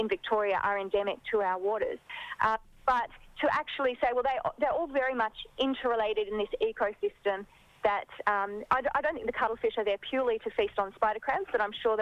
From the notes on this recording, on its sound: on the phone